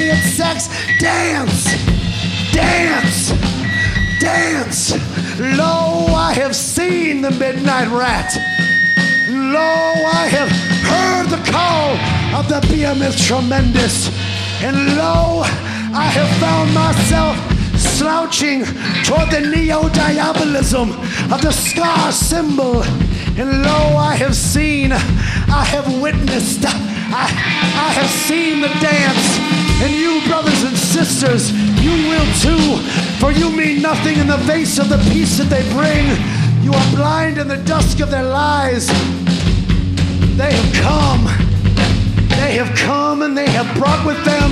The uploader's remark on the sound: Live in DETROIT.